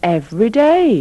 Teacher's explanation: Don't pronounce the second E in every.